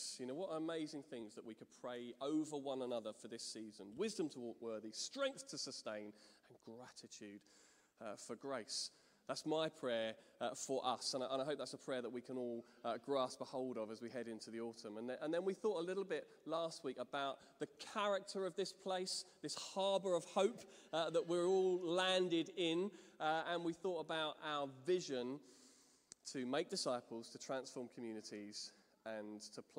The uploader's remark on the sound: Streamed live at St Paul's Shadwell on Sunday, 24 Sept 2023.